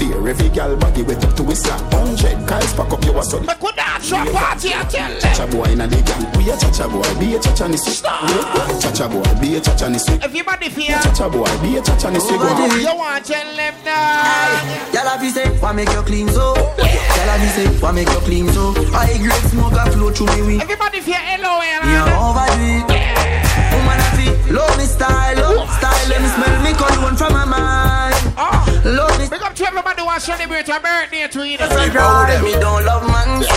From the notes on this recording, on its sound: Live audio from Seafood Tuesdays at Manville in NY